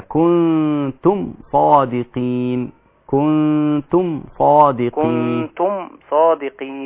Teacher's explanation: لكن الميم مع الصاد ميم ساكنة بعدها صاد حكمها اظهار اظهار شفوي. لا تدغم فيها اي شيء.